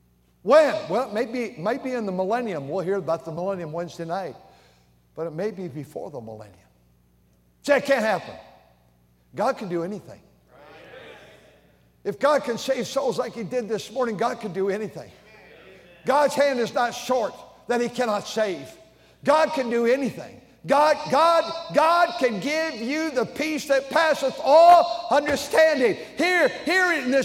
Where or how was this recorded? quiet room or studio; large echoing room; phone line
large echoing room